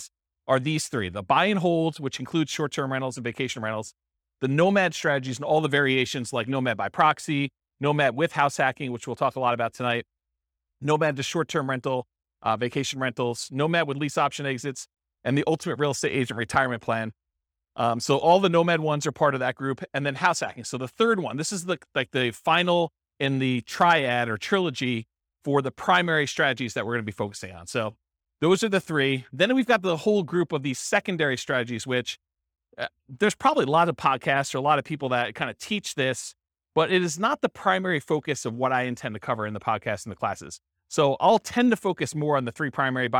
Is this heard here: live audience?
yes